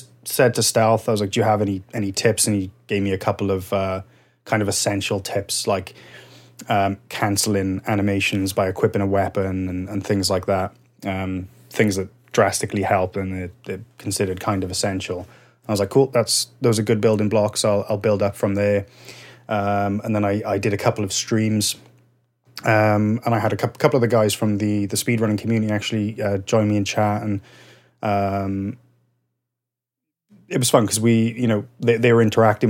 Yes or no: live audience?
no